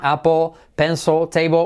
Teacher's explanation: La L importante al final de la palabra casi no suena.